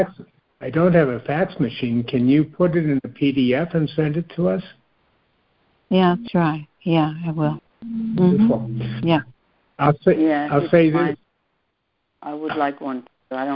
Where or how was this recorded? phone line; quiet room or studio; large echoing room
phone line